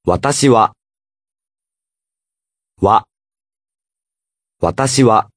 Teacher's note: Notice that here the letter は is pronounced as わ This happens when the letter は immediately follows what is being talked about in the sentence.